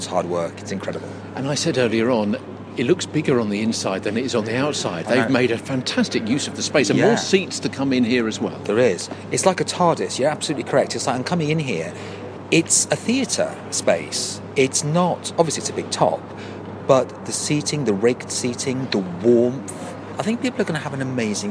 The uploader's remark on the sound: The much-loved Redhill Christmas panto this year has been relocated to a circus-style Big Top tent in the nearby Memorial Park, after the show’s intended venue The Harlequin was shut due to dangerous concrete. Recorded on location inside the Big Top itself - on stage and inside the actor's dressing area.